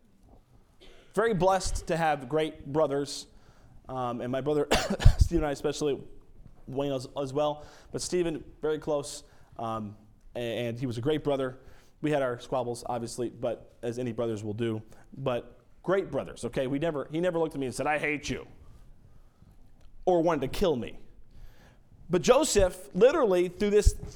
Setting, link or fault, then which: setting, large echoing room